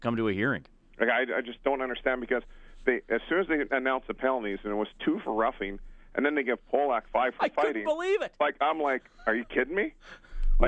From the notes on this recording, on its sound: opens up the phones for your thoughts